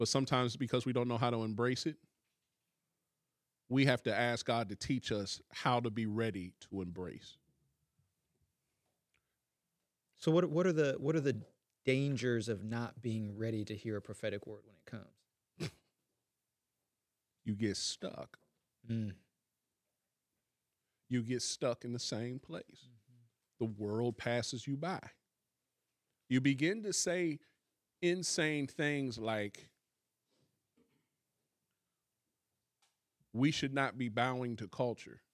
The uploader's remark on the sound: Live Service